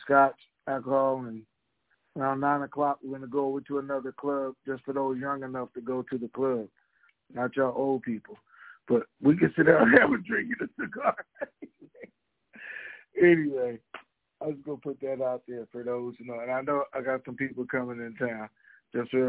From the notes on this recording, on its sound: TNTSuperfantastic Conference Call